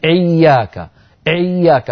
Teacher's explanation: تخلط صوت الهمزة بحرف العين، كما يقول مثلا بعضهم لك إياك إياك، فيضغط على مخرج العين وهو ينطق همزة إياك إيا هكذا، ولا نقول إياك، فنهى عن الضغط على مخرج العين عند نطق الهمزات.